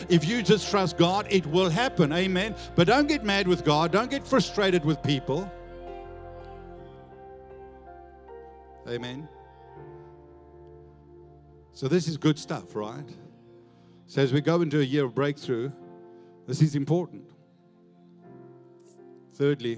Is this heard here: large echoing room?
yes